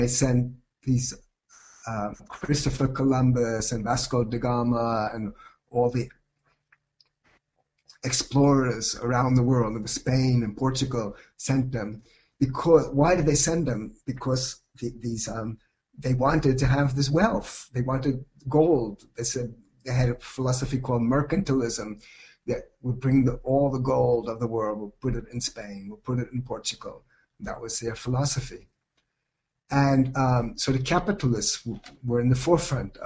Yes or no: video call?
yes